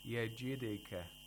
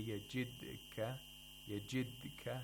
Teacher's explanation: whenever the articulator of dal comes into contact with the place of articulation of dal, it has to quickly retract, come back, bounce back. · Shown in: first take · Term: qalqala